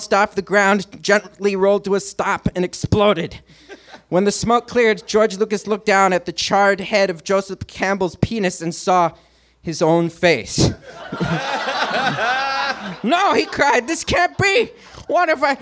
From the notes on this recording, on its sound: Recorded live at Nerdmelt in LA.